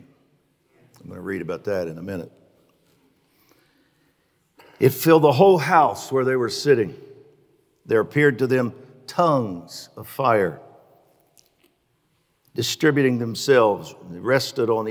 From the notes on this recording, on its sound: Recorded live on 8/8/21. The Oasis Church, Middletown Ohio.